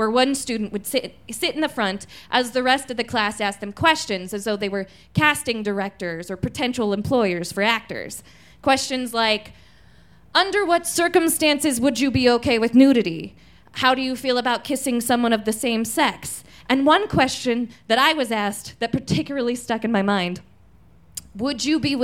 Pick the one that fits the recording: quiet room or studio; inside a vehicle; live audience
live audience